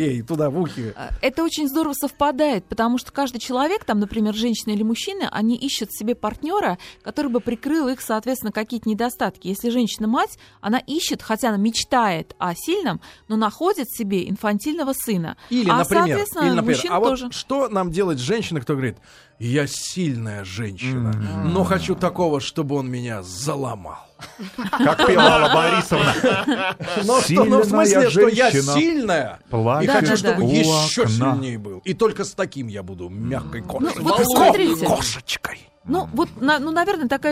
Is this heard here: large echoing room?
no